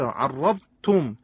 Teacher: یک نکته تجویدی رو خدمتون من بگم، با توجه به اینکه ضاد از حروف ضرسی هست، یعنی در تلفظ حرف ضاد کناره‌های زبان دخالت دارند و شاید نزدیک به حرف تا باشه، ممکنه به صورت ادغام شده شنیده بشه.